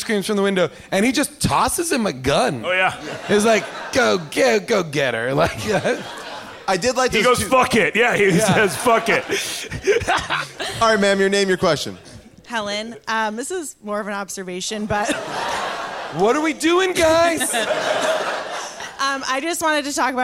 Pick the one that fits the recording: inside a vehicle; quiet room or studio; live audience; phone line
live audience